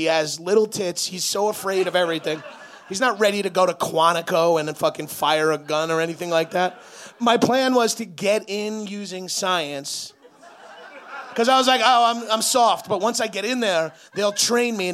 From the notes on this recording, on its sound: Live in Boston. Live on stage in Boston. Recorded live at The Great Scott in Boston, MA.